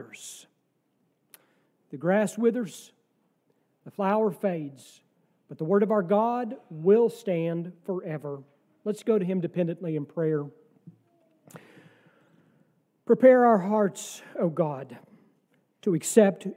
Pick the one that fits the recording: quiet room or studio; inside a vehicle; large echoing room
large echoing room